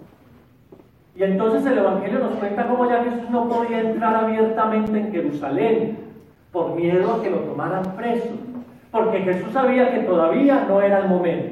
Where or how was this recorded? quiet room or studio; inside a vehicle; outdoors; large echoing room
large echoing room